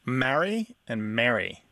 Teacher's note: I guess Mary with the E sounds maybe a little bit shorter